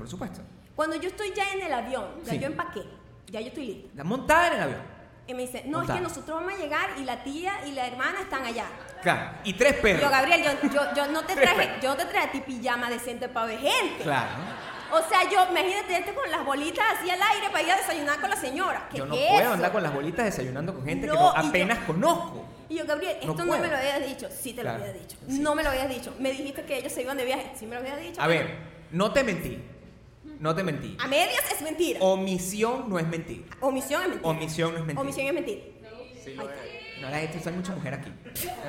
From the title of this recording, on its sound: Live in Miami, 2019